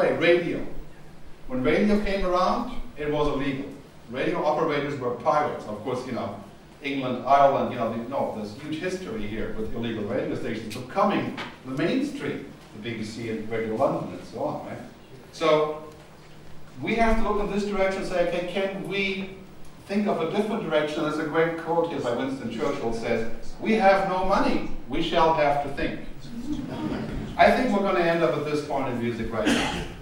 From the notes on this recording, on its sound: Presentation at the Contemporary Music Centre's conference 'The Future of Music in the Digital World', which took place at the Coach House, Dublin Castle on 11 June 2010.